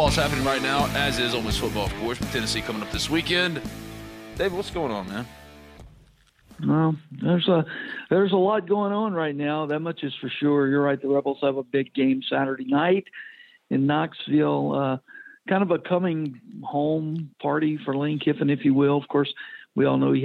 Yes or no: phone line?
yes